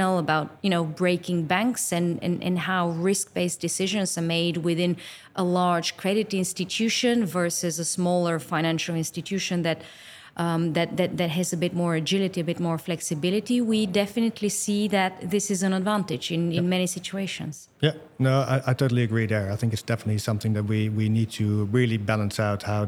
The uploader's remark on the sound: At Money20/20 Thunes Stand. Conversation at exquisite MoneyPot stage to wrap up the Live Coverage of #BBE at Money20/20.